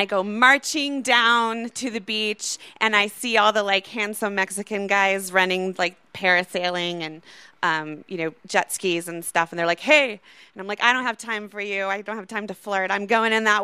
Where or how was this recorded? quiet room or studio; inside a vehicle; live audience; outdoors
live audience